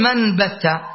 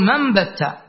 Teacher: قلب النون الساكنة ميما مخفاه، وهو ما يسمى بالإقلاب عند أهل التجويد · Shown in: second take